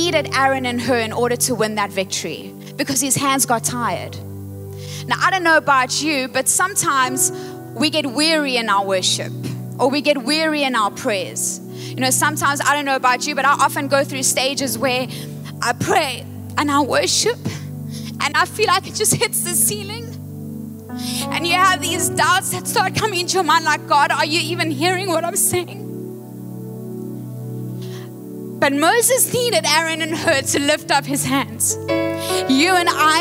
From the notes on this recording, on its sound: Recorded live on Sunday 9th July the 2023